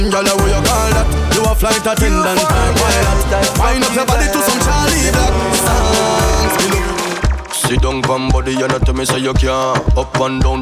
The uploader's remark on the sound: A live audio recording of my set at Island Saturdays on June 10th.